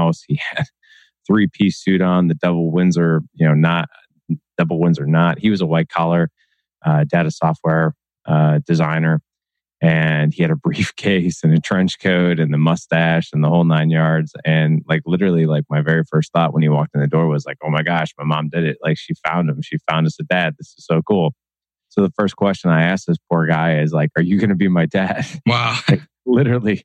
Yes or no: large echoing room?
no